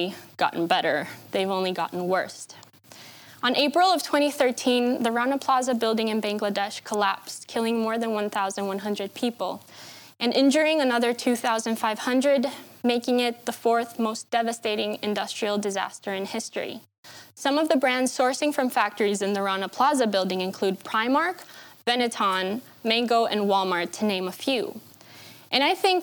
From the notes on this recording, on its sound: This talk was recorded at Vevolution Festival 2018